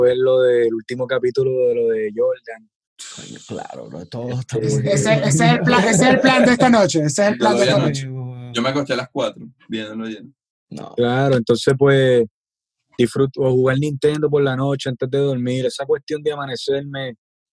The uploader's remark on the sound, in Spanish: nos conectamos vía zoom